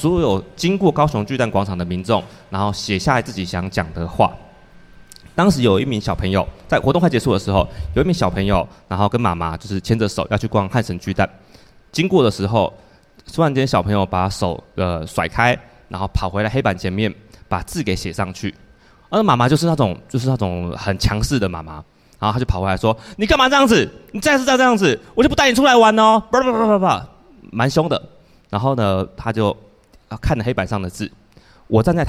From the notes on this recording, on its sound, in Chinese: LIVE 啾團首場Live Show!!很珍惜這一場實體現場錄音的啾團。